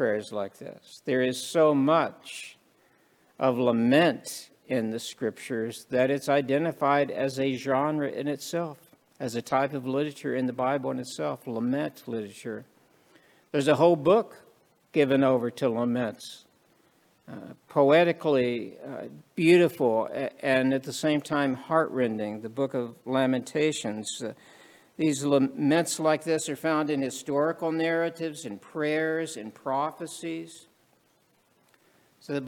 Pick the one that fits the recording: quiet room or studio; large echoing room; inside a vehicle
large echoing room